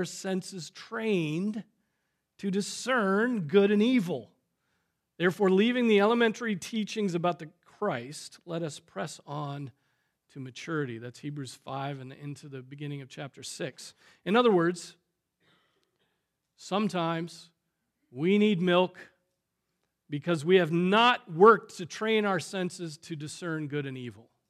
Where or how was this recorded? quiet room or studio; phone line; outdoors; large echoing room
large echoing room